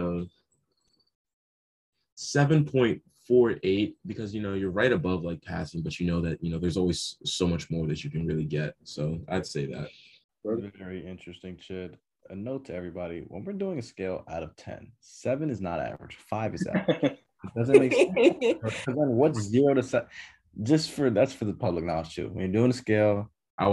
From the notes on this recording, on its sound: 10 pm on Zoom.